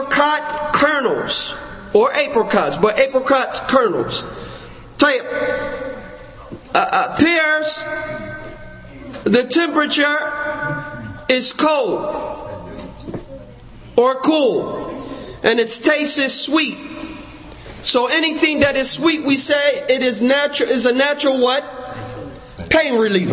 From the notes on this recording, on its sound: Conference: The Medicine Of The Prophet (ﷺ). Lecture given at Masjid Nur Allah, Queens, NY.